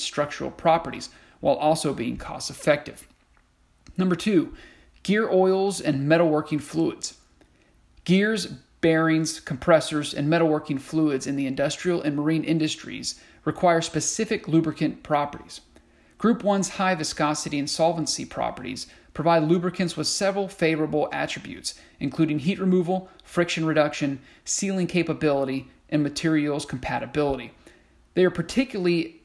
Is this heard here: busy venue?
no